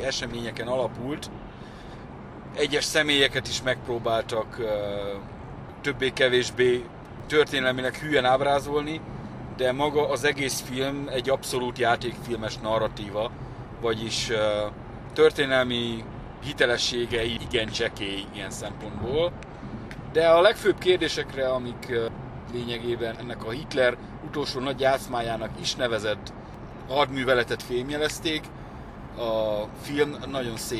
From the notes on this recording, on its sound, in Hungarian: a 2022 decemberében, útközben készített felvételekből